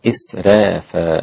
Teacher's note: كلمة إسراف رقق ورش الراء